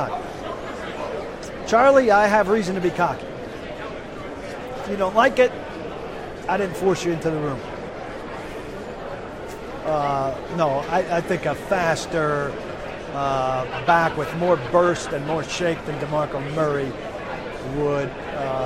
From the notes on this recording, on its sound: Live from Super Bowl LII. Live from Radio Row at the Super Bowl.